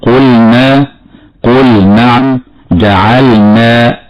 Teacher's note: واللام تخرج من حافة اللسان فأدناها إلى منتهى طرف اللسان، وإذا سكنت في وسط الكلمة وأتت بعدها نون فلا بد من بيان هذه اللام